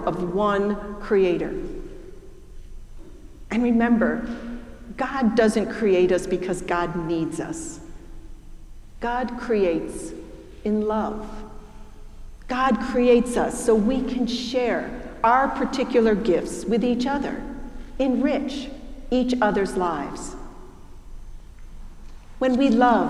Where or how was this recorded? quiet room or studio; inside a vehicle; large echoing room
large echoing room